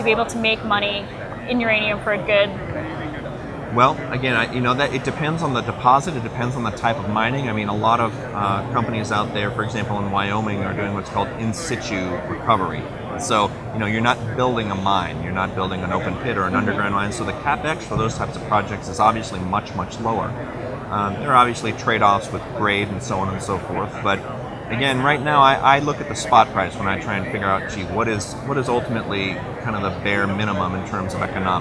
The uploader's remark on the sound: At the World Resource Investment Conference in Vancouver.